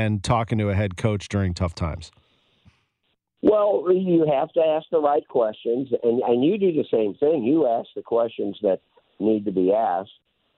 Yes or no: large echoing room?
no